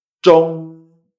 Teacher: A veces algunos dicen si tiene una T, parece un poco al principio, pero es como una TCH o DCH es como una vibración en la garganta. Entonces, lengua arriba, sacamos morros y vibración en la garganta. · Term: ZH